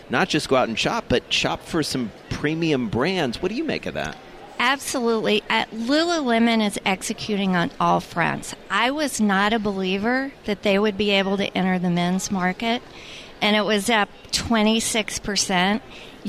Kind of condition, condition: setting, busy venue